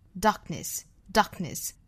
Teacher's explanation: darkness 这个 k 也是不要发的过重，好，不要发成了 darkness,不要爆破出来，而是憋那么一下。 · Term: 不完全爆破